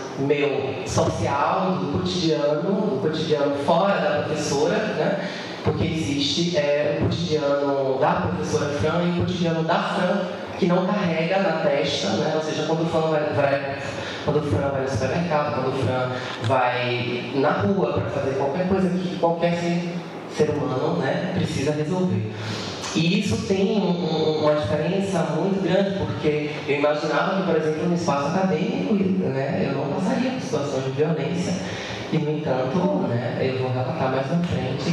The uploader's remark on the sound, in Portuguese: A gravacão foi realizada no Seminário Perspectivas da violência e a população LGBT+: Fortalecendo redes e resistências, ocorrido em dezembro de 2019, na Universidade do Vale do Rio dos Sinos, em São Leopoldo. O evento foi promovido pelos Programas de Pós-Graduação em Saúde Coletiva e em Ciências Sociais da Unisinos.